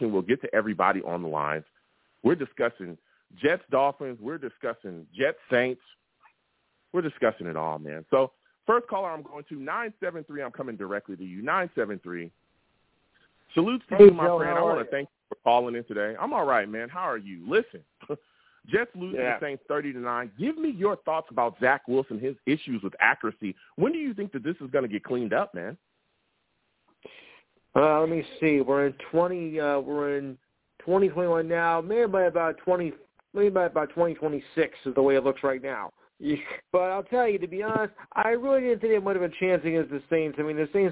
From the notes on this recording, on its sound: I also take live callers!